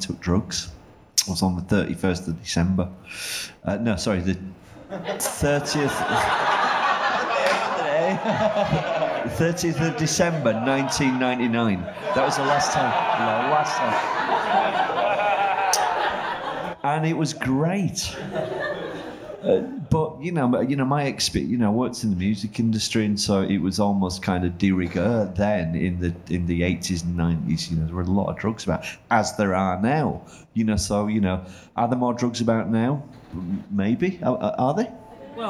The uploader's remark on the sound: Panel talk on mental health in the music industry recorded to a live audience at Sheaf Street in Leeds.